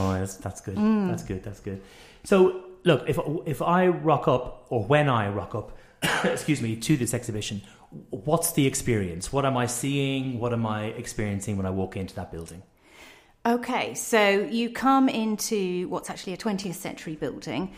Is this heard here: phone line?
no